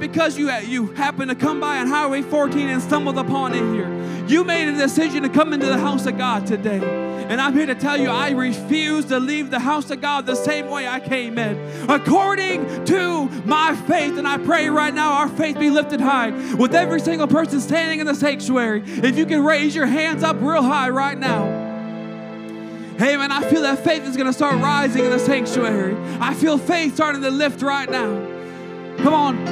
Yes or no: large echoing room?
yes